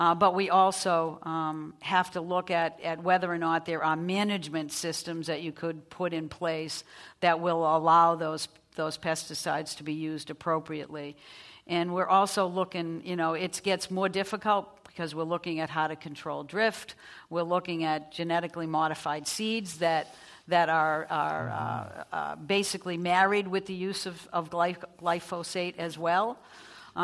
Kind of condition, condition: setting, live audience